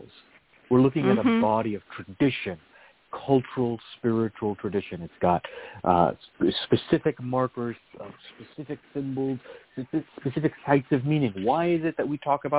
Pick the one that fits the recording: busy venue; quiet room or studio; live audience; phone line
phone line